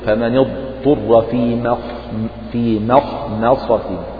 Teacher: فتجعل الميم هي مرققة والخاء والصاد اجعلهما مفخمتين